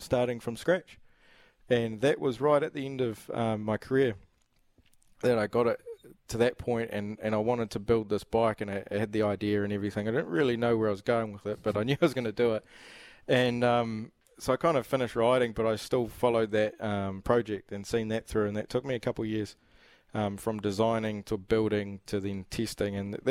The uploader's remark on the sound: LIVE from the Slog Sweep Event in Palmy North